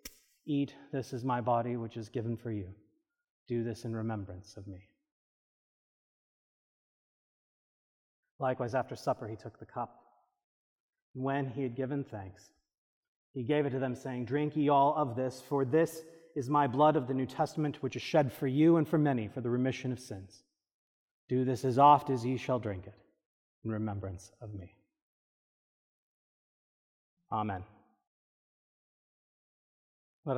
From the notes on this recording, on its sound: This is a recording from the service of Holy Communion according to the Book of Common Prayer (1662) on July 23, 2023 (Seventh Sunday After Trinity).